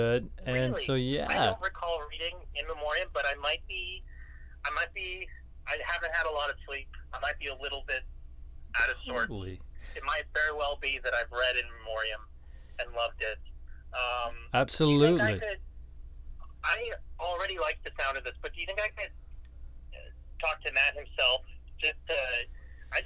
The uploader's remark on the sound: While recording this episode, they get a spontaneous accidental phone call